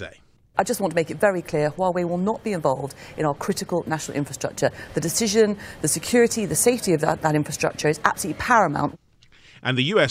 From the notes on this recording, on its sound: live at the opposition party's campaign launch